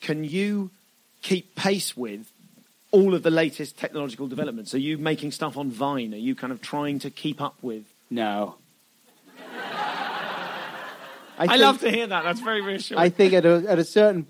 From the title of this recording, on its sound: Live at Soho Theatre